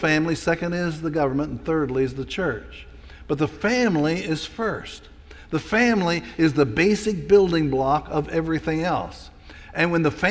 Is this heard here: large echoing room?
yes